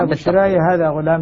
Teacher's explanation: بتقليل الألف مع إثبات الياء